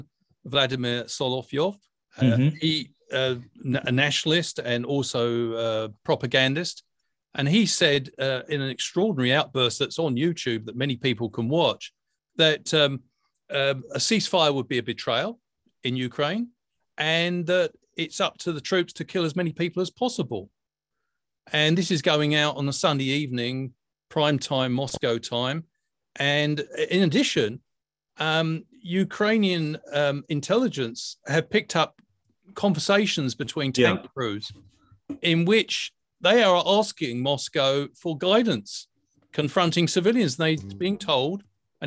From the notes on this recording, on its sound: for an hour in a live webinar for paid subscribers